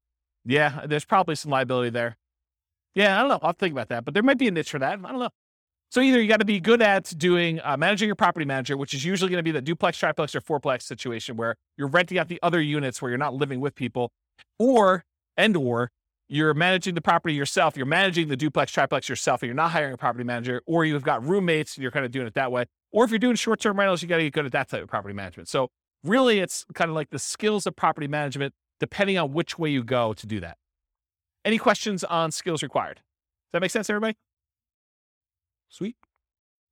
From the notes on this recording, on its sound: This was a live class recorded.